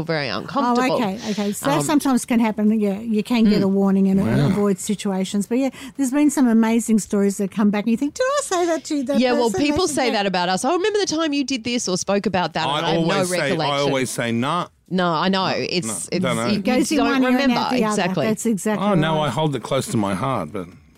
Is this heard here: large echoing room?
no